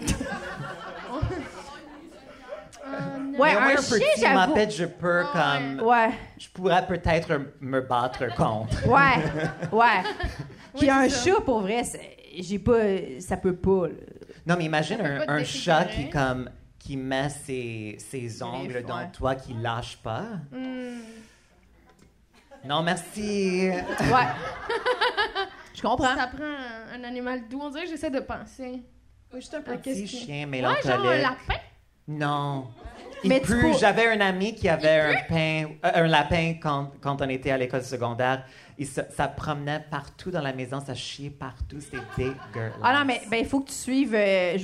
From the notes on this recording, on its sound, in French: épisode spécial “live à Québec” durant le Comédiha Fest